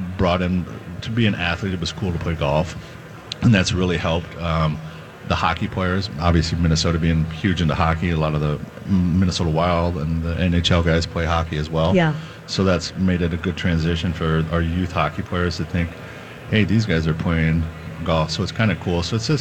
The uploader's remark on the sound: Live at Minnesota Golf Show